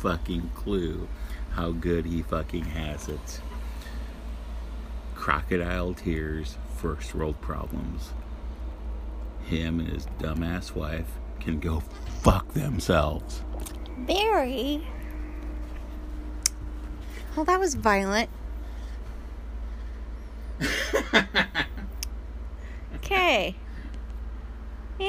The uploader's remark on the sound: In the Car ramblings